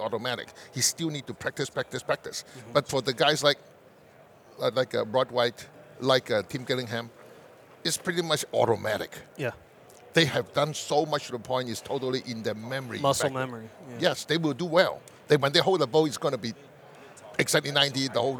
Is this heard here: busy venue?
yes